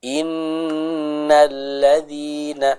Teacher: ada gunnah yang terjadi pada nun yang bertasydid